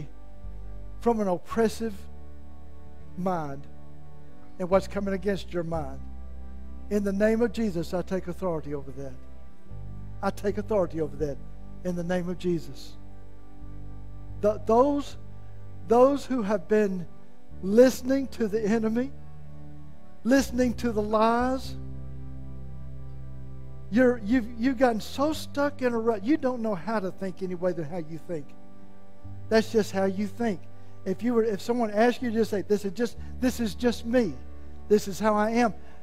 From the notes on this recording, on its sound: was preached at Malvern First Assembly of God on Sunday, November 20, 2022.